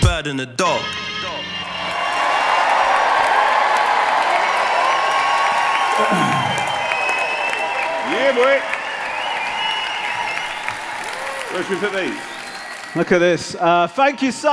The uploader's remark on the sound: Live in London. At the Hammersmith Eventim Apollo.